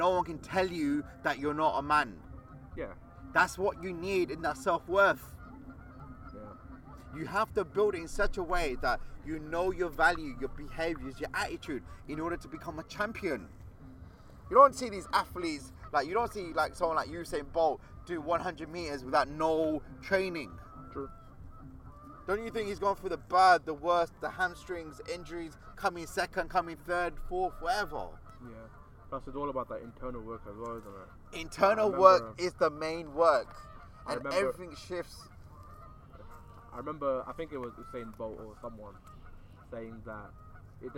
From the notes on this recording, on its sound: The episode is recorded in the middle of a park at night! Featuring music from a nearby party and lots of ducks and geese! This time around we have also decided to post an episode uncut, so you can hear a bit of the background process of recording a podcast as well.